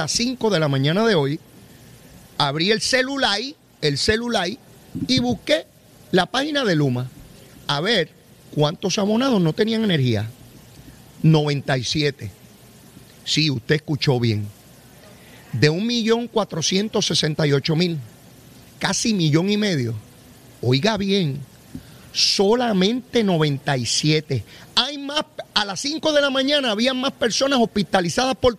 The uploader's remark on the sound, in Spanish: 93.7 Z 93 Puerto Rico. Desde Centro De Convenciones.